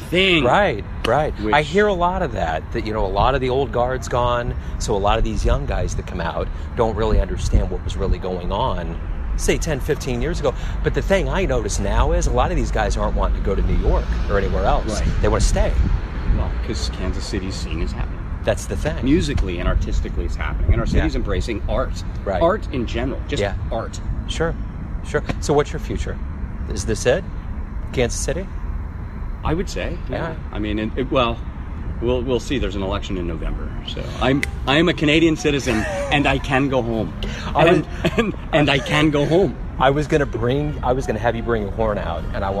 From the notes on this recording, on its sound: Live at the Blue Room in KCMO.